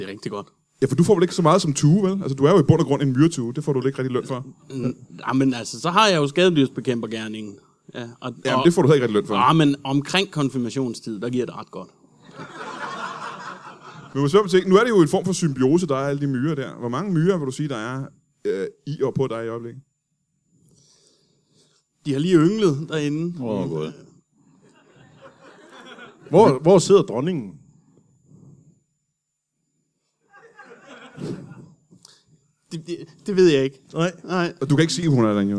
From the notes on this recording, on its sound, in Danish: LIVE fra Comedy Zoo Aarhus.